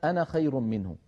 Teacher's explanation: كلما رأينا كلمة أنا فإن ألفها لا تنطق عند الوصل